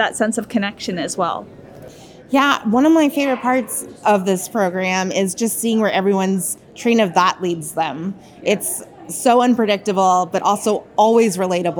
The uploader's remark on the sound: LIVE! At CancerCon. Please join us for this second live episode from CancerCon® 2023, a young adult cancer conference presented by Stupid Cancer®.